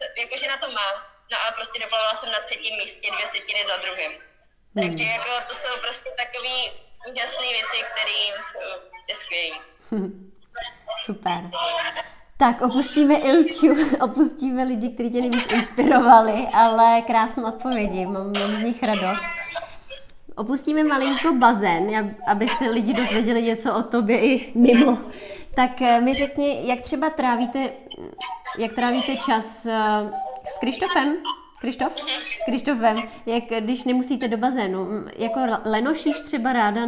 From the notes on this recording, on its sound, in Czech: Záznam IG live streamu